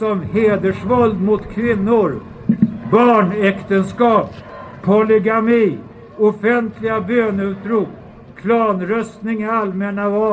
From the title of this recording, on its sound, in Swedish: talar på Mynttorget 10 mars 2019